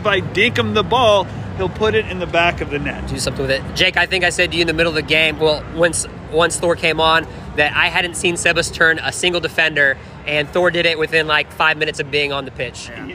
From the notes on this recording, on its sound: live from PNC Stadium